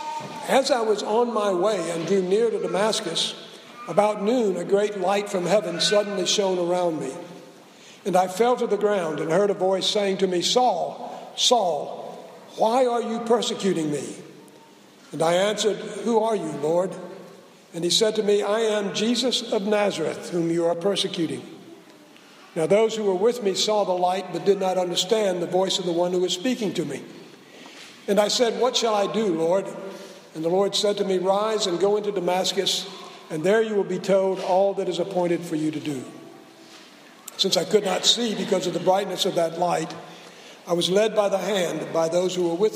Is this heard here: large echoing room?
yes